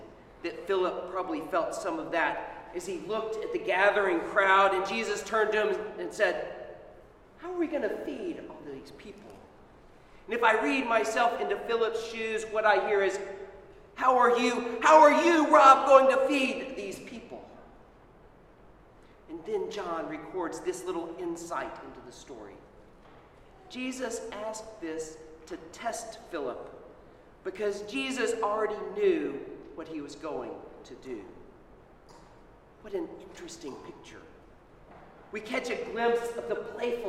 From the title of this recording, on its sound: Sermon at Holy Trinity Anglican Church